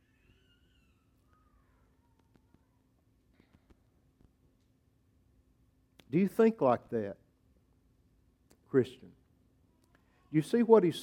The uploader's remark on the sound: preached at Grace Baptist Church